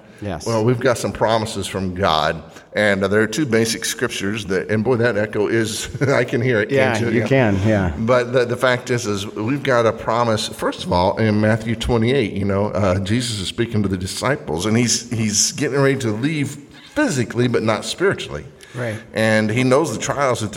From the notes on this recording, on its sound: Today's episode was recorded live during a Sunday night service at the Fremont Baptist Temple.